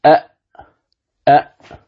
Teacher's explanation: الهمزة تخرج من أقصى اللسان